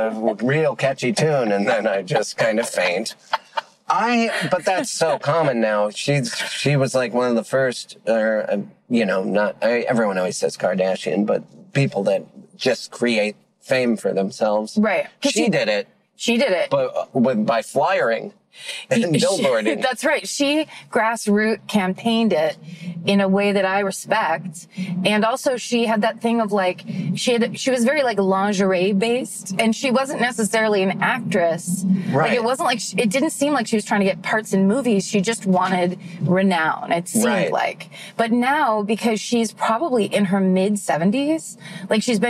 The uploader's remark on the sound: In the Car